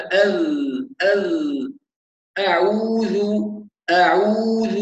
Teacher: ويخرج صوت الذال واضحا ويجري معه الصوت بدون خروج نفس، يعني الذال مجهورة وليست مهموسة